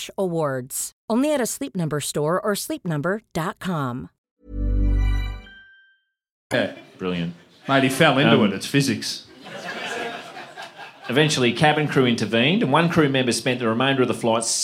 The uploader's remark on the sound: LIVE IN BRISBANE. The boys are LIVE from a sold out GOOD CHAT COMEDY CLUB in BrisVegas.